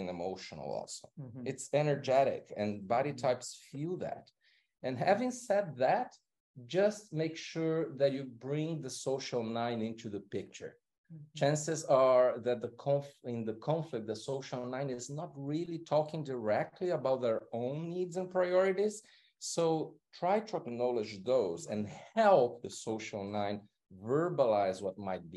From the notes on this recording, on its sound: This episode is a sample recording from a LIVE webinar that is exclusively for CP Online members.